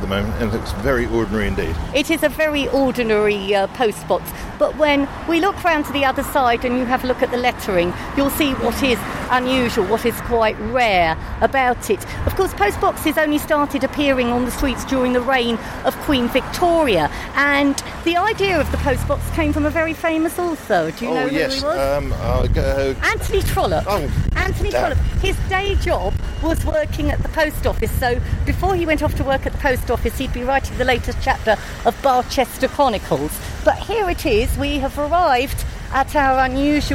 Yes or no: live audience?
no